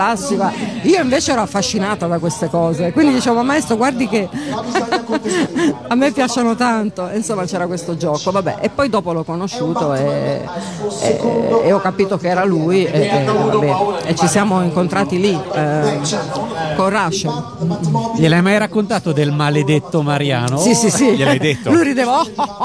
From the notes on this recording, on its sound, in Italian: Da San Marino Comics 2020 la nostra intervista